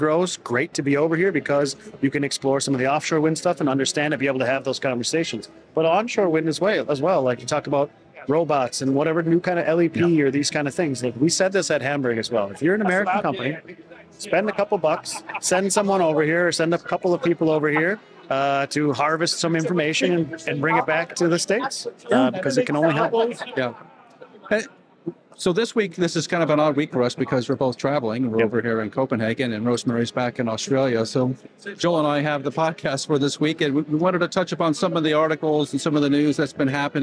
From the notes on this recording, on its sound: Live from Wind Europe 2023 in Copenhagen